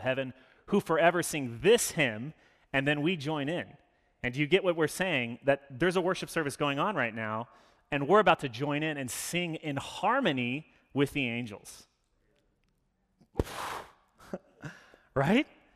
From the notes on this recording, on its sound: Sermon delivered. As an Anglican church, we follow a liturgy every Sunday which allows us to participate in worship together.